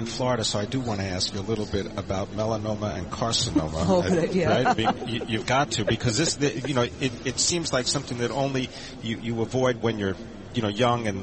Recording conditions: busy venue